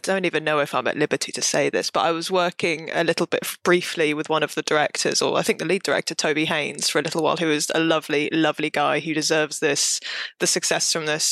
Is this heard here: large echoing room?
no